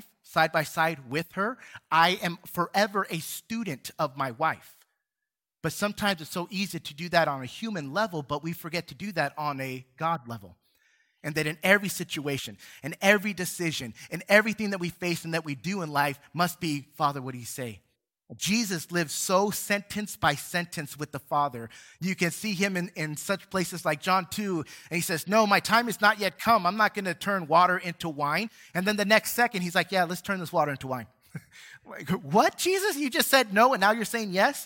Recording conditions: large echoing room